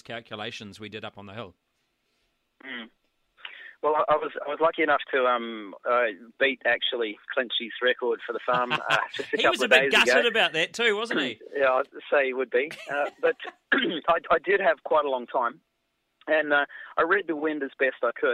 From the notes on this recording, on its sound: we also have a quick phone interview